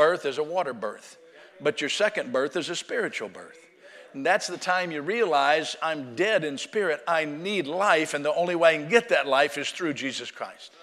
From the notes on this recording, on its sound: Sunday Morning Service.